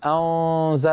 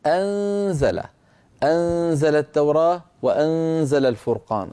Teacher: النون عندما تخفى عند حرف الزاي في كلمة أنزل تكون مرققة · Shown in: second take · أنزى، ولا نقول أنزى، ما في داعي لهذا التغليظ والتفخيم للغنة، لأن النون مرققة والزاي التي بعدها مرققة، فمن أين جاء التفخيم؟